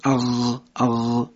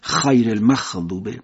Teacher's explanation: از محل قرقر کردن آب در گلو باید ما حرف غین رو ادا بکنیم · Shown in: first take · مثل حالتی که آب رو تو گلو قرقره میکنیم.